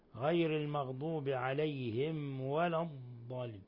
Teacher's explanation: يعني الأصل إسكان الميم غير المغضوب عليهم ولا الضالين، فإذا ضغطنا على الميم وأخفيناها في الواو يكون ذلك لحنا، لأن هذه ميم ساكنة وجاء بعدها واو، والأصل إظهارها والمبالغة في إظهارها · Term: الإظهار الشفوي